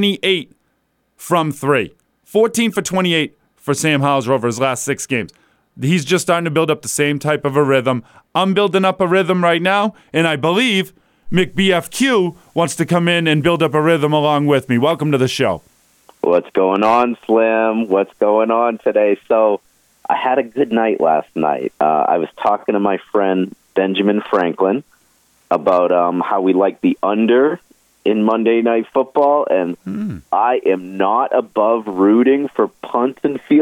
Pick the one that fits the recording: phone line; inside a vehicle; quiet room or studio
phone line